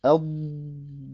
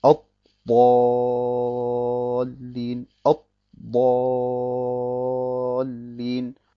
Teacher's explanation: Wenn man diese Eigenschaft der Istitala nicht richtig ausspricht, dann hört man das erste Dad nicht. · Shown in: first take